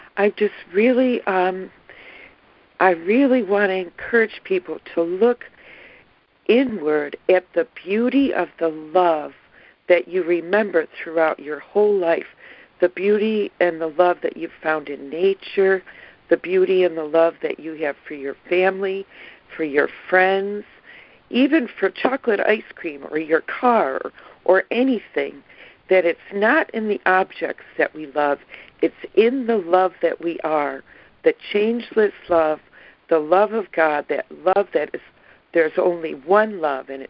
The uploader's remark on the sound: ACIM Daily Conference Call.